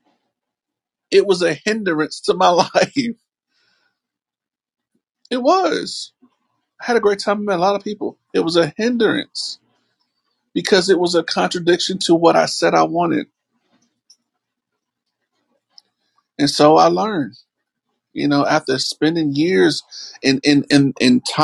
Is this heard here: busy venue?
no